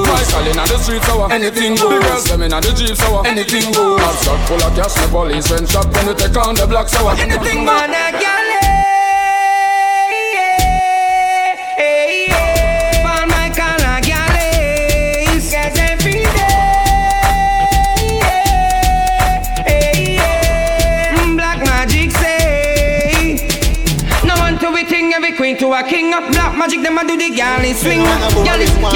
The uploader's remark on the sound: LIVE PARTY AUDIO. Live at Island Saturdays.